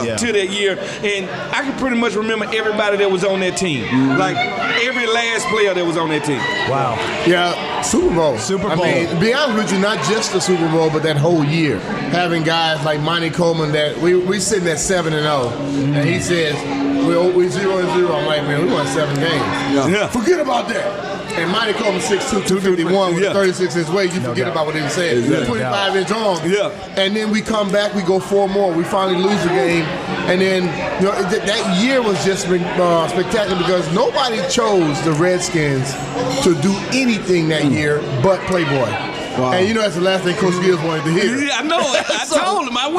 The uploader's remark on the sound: Live show at Matchbox in One Loudoun. The guys answer audience questions.